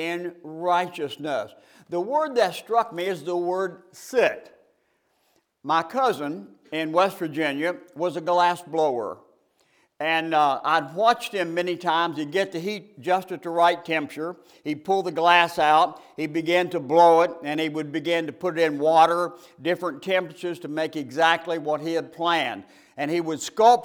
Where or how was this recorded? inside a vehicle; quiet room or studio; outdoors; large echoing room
large echoing room